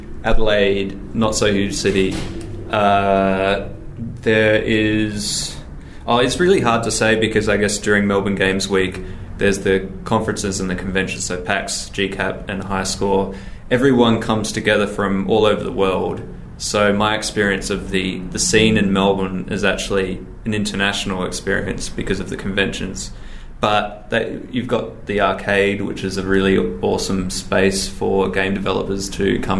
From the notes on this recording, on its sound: Recorded 5th October 2019 at High Score 2019